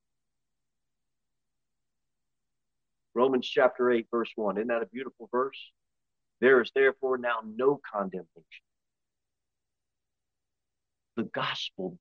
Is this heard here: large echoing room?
yes